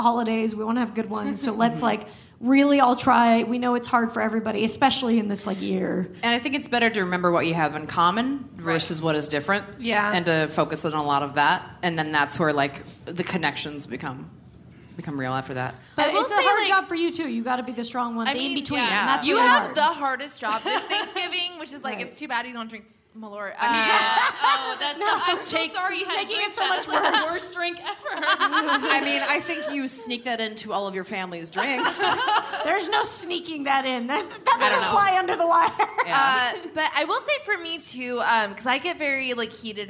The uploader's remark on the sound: Live from Chicago! The ladies are live from Chicago's Promontory Theater for the Chicago Podcast Festival.